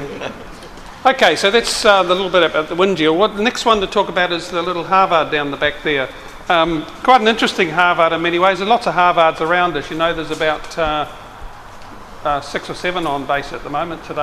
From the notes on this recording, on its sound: Forum Meet At Biggin Hill Hangar RNZAF Base Ohakea 2012. This is a recording of the really fascinating talk.